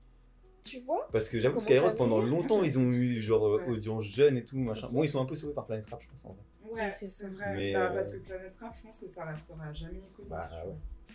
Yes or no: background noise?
yes